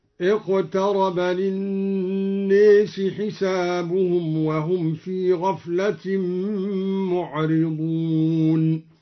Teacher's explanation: قرأ بإمالة الناس هكذا